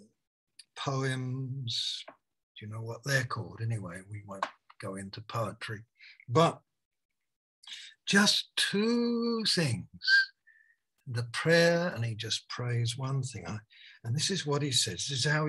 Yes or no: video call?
yes